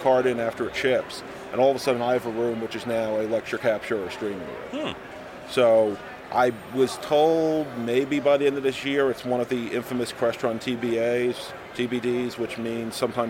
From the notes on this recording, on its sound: We are live at InfoComm 2012